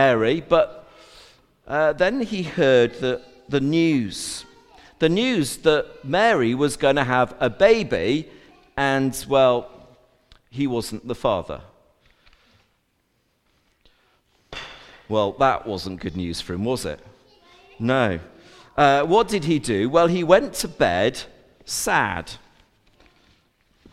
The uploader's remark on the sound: A Recording of the All Age Carol Service